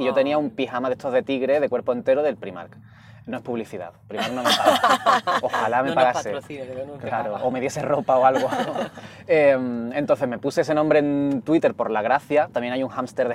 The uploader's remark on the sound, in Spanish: mientras damos un paseo por el barrio de Vallekas